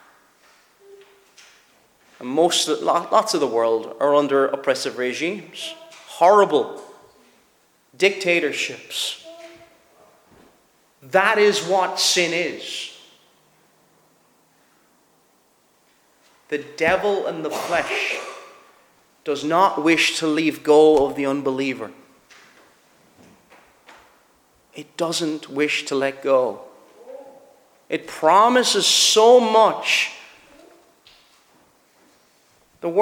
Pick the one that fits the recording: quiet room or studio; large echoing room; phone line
large echoing room